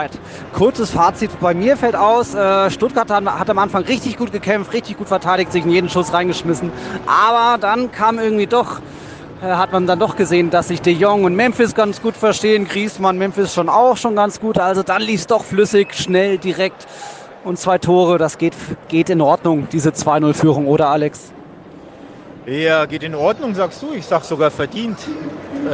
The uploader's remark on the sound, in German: Zu Barcelonas Testspiel in Stuttgart. Live-Eindrücke aus dem Stadion, aber auch vom Tag danach.